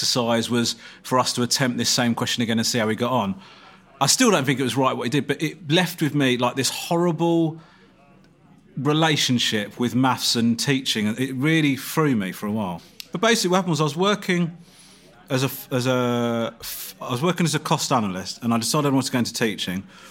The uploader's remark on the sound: A lively meal in New York City, for this episode of Out to Lunch recorded before lockdown. Lunch at Crown Shy.